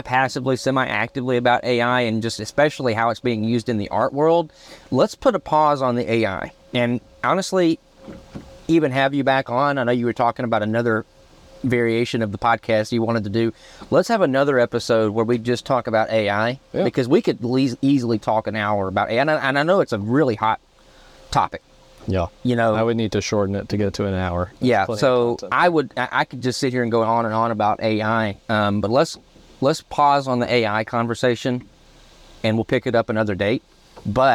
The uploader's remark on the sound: speed boat in the middle of Lake Allatoona just northwest of Atlanta, Georiga